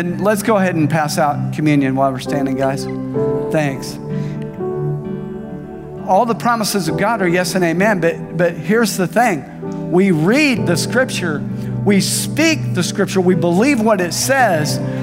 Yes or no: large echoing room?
yes